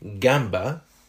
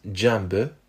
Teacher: the g sound was turning into j in some cases · Term: palatalization